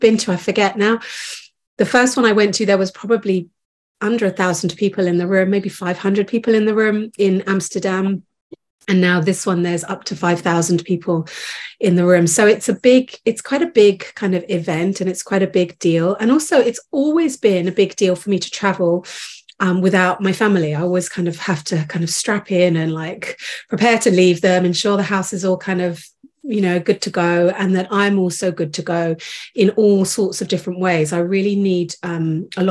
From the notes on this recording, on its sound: This episode is from a live Call